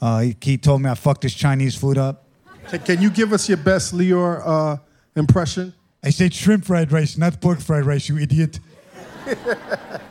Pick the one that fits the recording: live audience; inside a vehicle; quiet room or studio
live audience